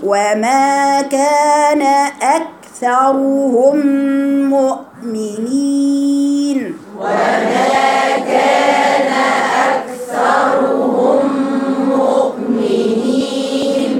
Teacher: حرف الكاف حرف شديد وبيخرج معاه شوية هاو في الآخر · Term: همس